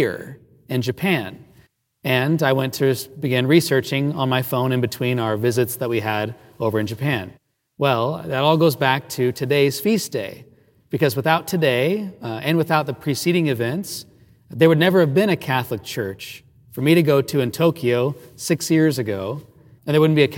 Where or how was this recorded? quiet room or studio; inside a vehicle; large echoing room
large echoing room